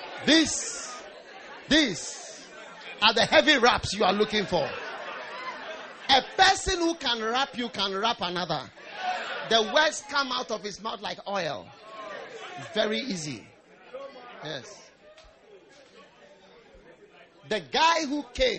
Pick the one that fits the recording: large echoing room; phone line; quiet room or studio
large echoing room